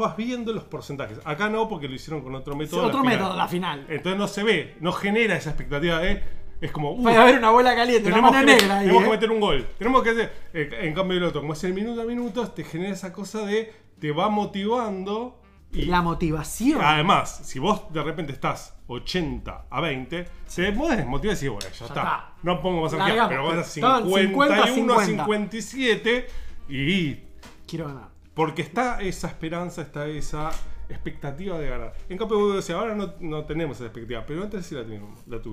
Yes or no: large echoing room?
no